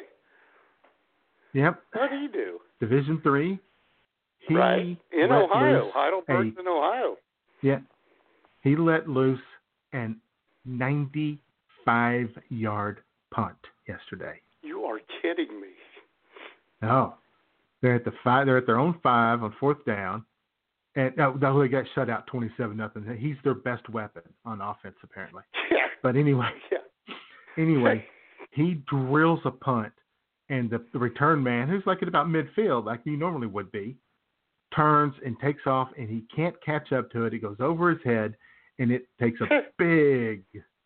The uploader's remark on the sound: your phone calls